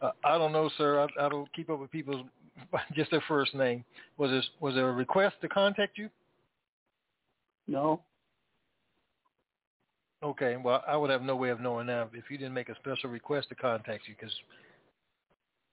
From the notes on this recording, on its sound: TNTSuperfantastic Conference Call